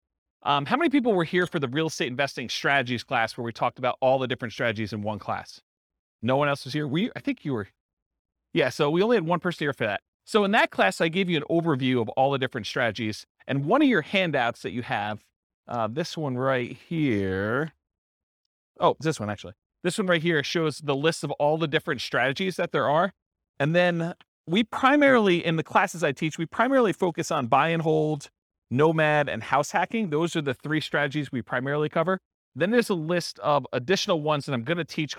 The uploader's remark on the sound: This was a live class recorded